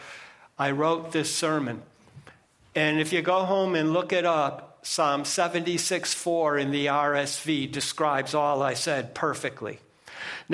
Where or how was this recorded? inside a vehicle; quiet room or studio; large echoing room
large echoing room